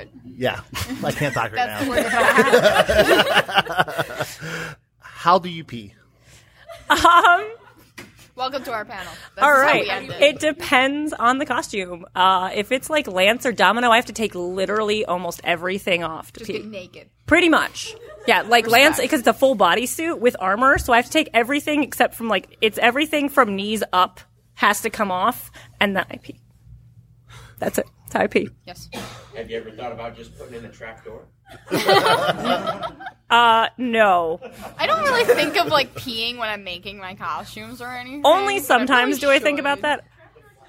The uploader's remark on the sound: Listen in on our live panel recording at Michigan Comic Con! Got a chance to do some live Q&A from the crowd.